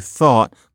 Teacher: And so, you thought you're fricking with your teeth. You're putting your tongue between your teeth, fricative.